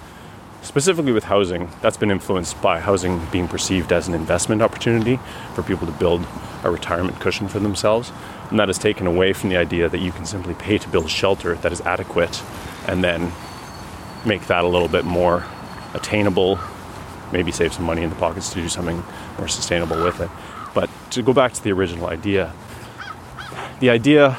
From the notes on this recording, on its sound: This conversation was recorded on May 2, 2021, on a long walk. Home in Ottawa along bike paths and into the Ottawa Arboretum.